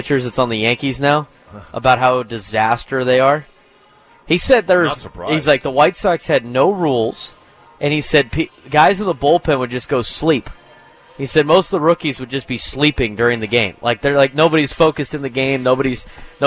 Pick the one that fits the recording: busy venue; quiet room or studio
busy venue